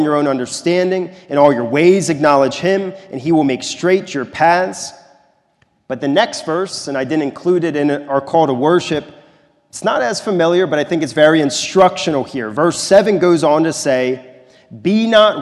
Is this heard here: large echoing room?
yes